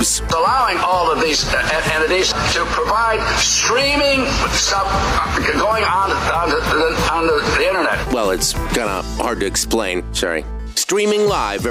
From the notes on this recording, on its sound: Then we'll open up the phone lines. Feel free to call in and sound off on any topic that strikes your fancy.